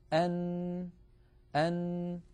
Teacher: عندما يقرع طرف اللسان منطقة اللثة يخرج حرف النون هكذا أن، فبعد أن يقرع مخرج طرف اللسان ما يحاذيه من اللثة من غار الحنك الأعلى ينقفل كل هذا المكان ولا يعود يمر من هذا المكان ولا ذرة صوت، فيتحول الصوت عن طريق التجويف الأنفي وهو ما يسمى بالخيشوم، فيخرج الصوت عن طريق فتحتي الأنف. إذن حرف النون يتألف من جزئين رئيسين، الجزء الأول طرف اللسان يقرع ما يحاذيه من غار الحنك الأعلى، بعد هذا القرع ينحبس الصوت في هذا المكان ويتحول المجرى عن طريق الخيشوم، فمجموع هذين العملين يشكل حرف النون.